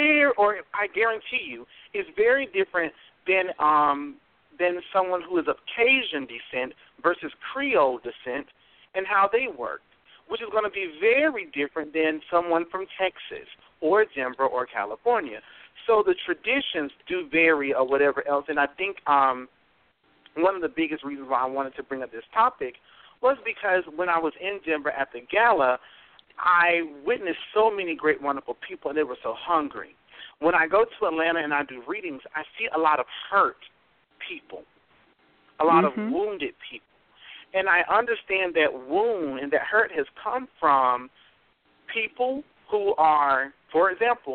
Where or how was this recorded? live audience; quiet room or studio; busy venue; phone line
phone line